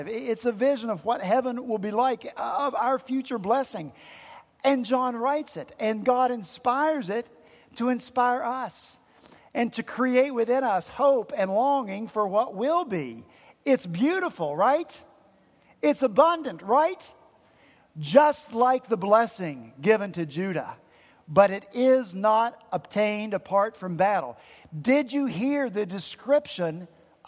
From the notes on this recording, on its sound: At Redeemer Presbyterian Church in Charleston, SC